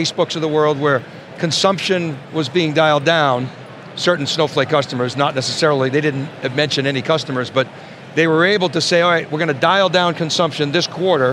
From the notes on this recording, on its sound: live from our coverage of AWS Summit New York 2022